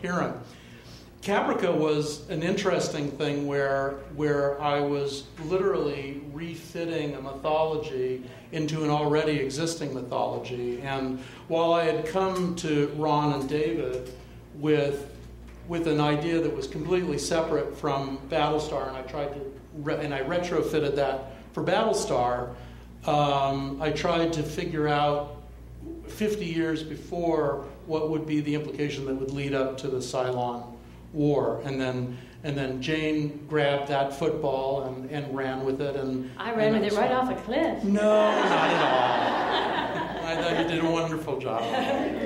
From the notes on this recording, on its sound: Mythology panel from ATX Television Festival. Recorded at the Stephen F.